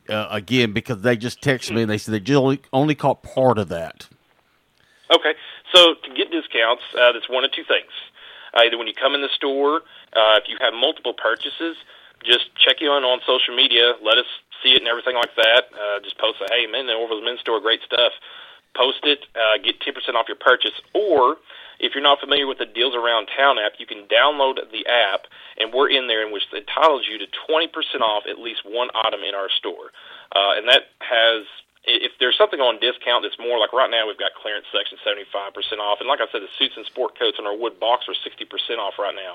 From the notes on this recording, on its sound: LIVE on the Back In Action Hotline. On RWRC Radio on 95.3 The Ticket/AM-970, Ritter Communications Tubetown 21!